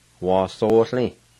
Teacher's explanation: There's a faint H sound between the O and the I.